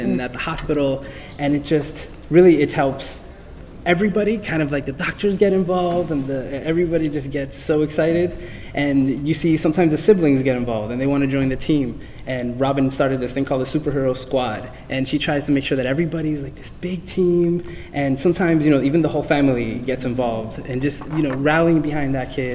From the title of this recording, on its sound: Geek Therapy at SDCC 2013